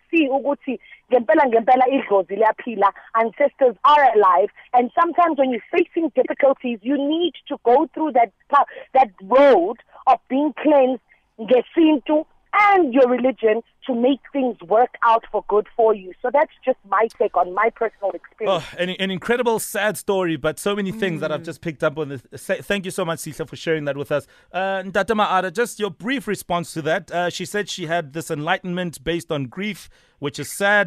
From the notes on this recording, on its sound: PHONE INTERVIEW